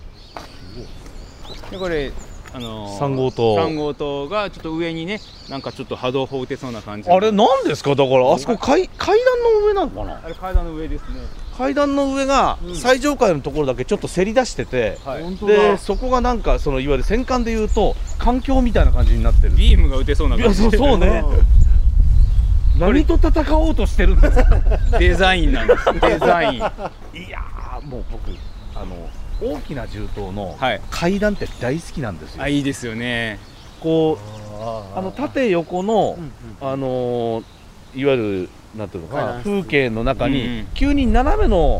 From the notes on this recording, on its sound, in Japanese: 舞台変わって大阪の巨大団地に。風が強い日だったので、音声は臨場感とともにお楽しみください。